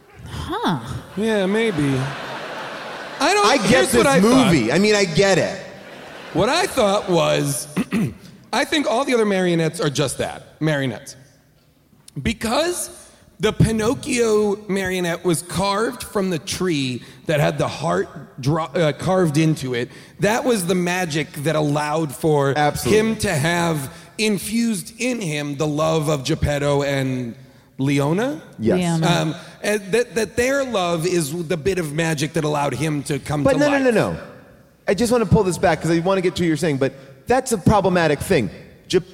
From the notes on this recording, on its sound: Live from The Chicago Theater